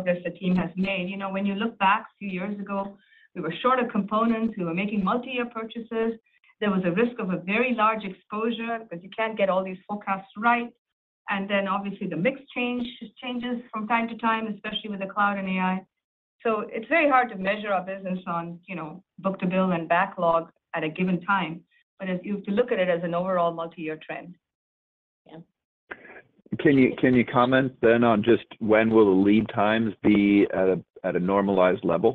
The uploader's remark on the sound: Q3 2023 Earnings Conference Call & Webcast of Arista Networks, Inc.